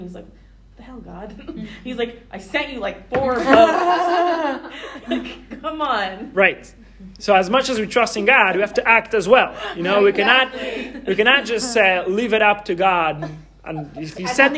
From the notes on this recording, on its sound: This is a recording of the Wednesday night weekly Torah class on the JLI "How Happiness Thinks" course at YJP Atlanta.